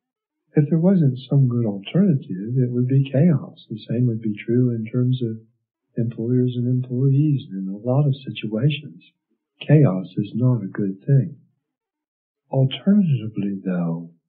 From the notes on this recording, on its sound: The audio quality is less than optimal. It sounds like I may have been talking in a tube.